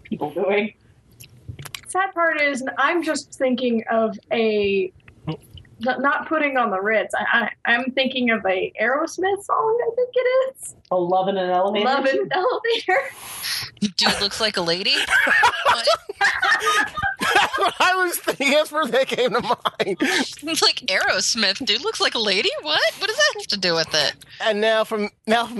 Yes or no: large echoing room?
no